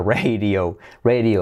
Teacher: D como R suave, letra clave R.